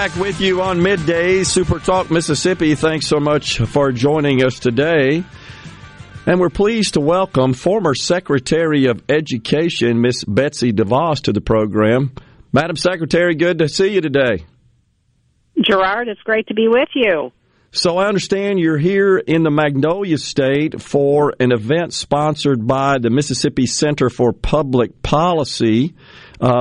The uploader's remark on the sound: Joins the conversation by phone. Joins the discussion by video.